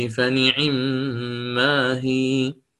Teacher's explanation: من أتى بالحركة تامة دون اختلاس